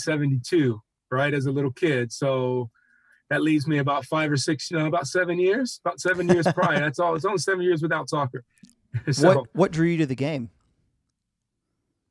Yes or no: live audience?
no